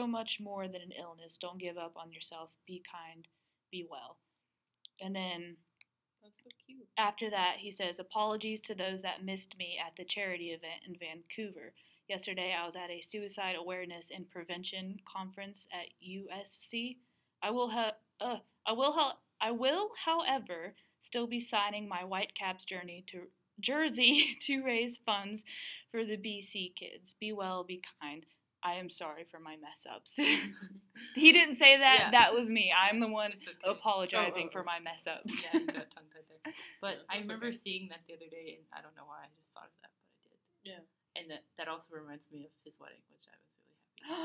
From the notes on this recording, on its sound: we're still adjusting to the audio setup.